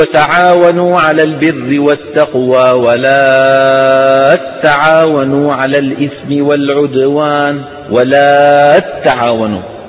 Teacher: وإنما كان يسكنون التاء الأولى ويدغمونها في التاء الثانية فينشأ تاء مشددة. يعني بيقولوا وتعاونوا على البر والتقوى ولا تعاونوا على الإثم والعدوان ولا تعاونوا.